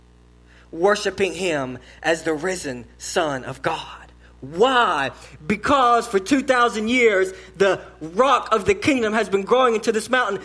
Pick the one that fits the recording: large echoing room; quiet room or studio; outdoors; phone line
large echoing room